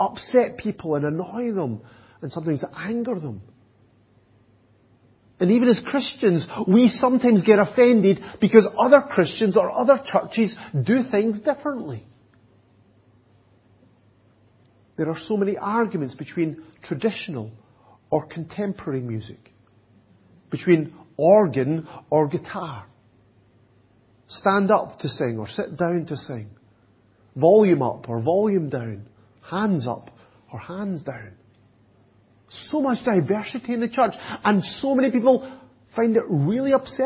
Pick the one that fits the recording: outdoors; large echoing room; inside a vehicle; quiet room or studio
large echoing room